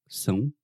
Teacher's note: Também em São Paulo, você tem uma vogal nasal